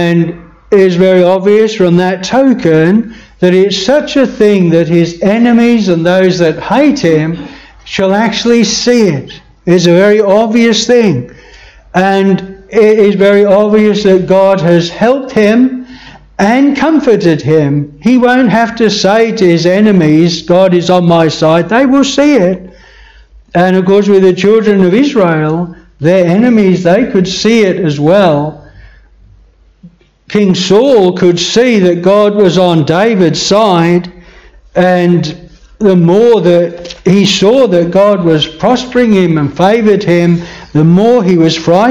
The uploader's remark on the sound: This sermon was preached at Bethel Chapel Luton.